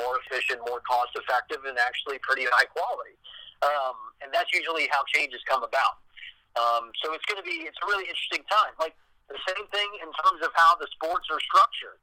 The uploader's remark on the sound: talked via phone